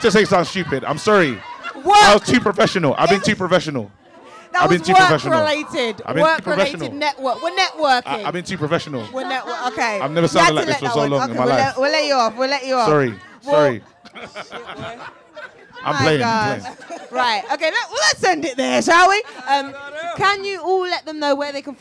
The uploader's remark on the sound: SPECIAL EDITION LIVE from Boxpark Croydon. In this live discussion.